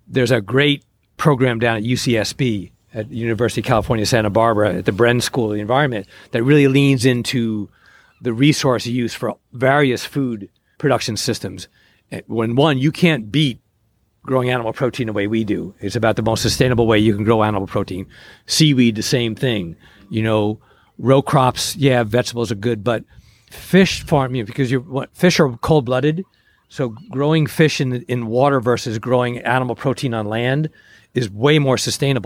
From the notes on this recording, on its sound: This week’s episode was recorded *live* at Hog Island Oyster Co. This week’s episode was recorded *live* at Hog Island Oyster Co. On the shores of Tomales Bay in Northern Califor ni a.